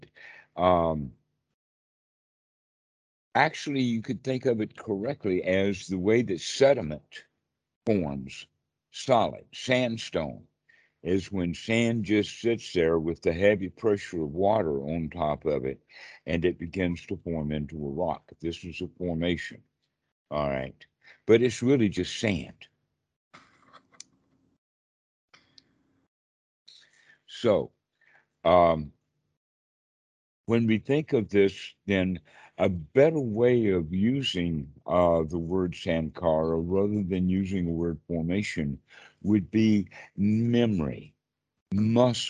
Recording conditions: video call